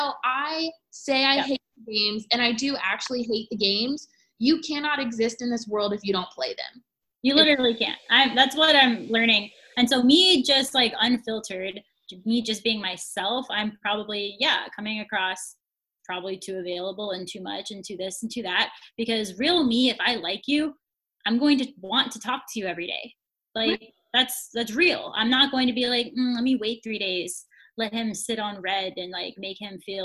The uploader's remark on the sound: Our first Zoom recording episode!